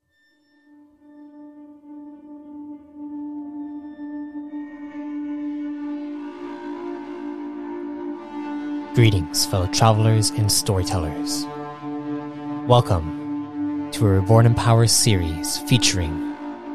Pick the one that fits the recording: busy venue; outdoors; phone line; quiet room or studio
outdoors